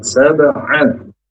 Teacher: huruf ain dari tenggorokan yang tengah, tidak boleh a, tidak boleh nga.